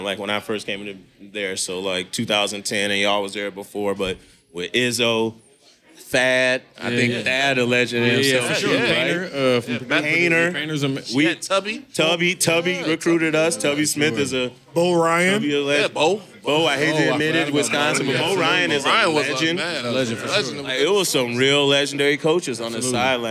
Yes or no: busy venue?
yes